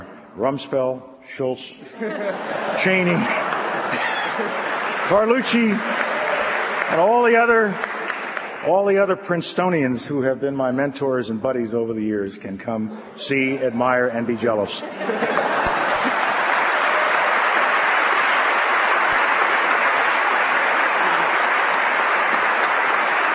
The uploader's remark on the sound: Opening Address at the George F. Kennan Centennial Conference.